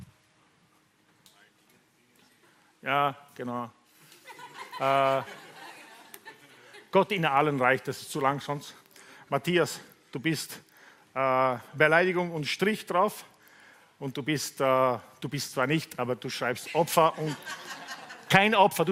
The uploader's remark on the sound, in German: Gottesdienst live aus der LIFE Church Wien.